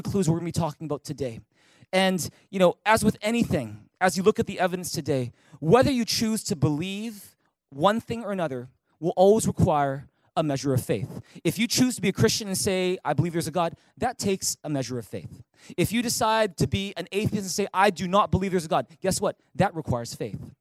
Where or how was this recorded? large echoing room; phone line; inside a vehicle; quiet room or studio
large echoing room